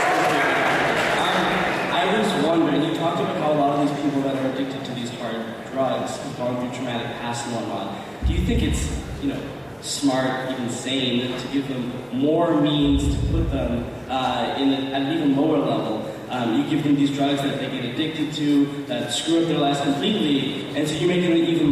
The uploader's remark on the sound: at the World Affairs Conference at Upper Canada College on February 4, 2014